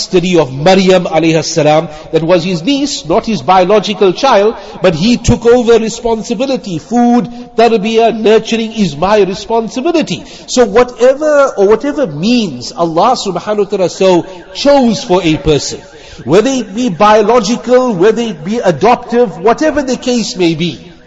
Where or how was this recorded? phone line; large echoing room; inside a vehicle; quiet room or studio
large echoing room